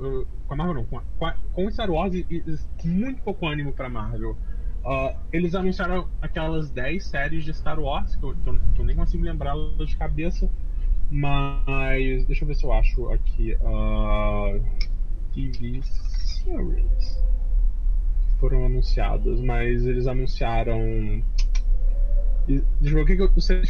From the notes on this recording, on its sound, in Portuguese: Nota: O áudio está meio ruim